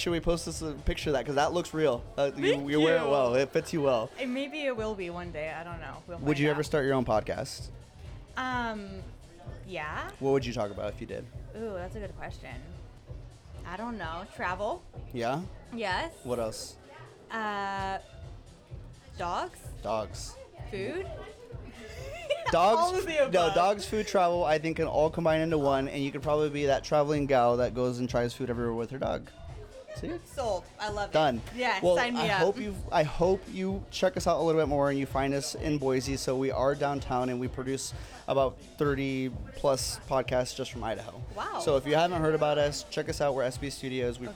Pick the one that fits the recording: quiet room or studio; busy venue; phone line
busy venue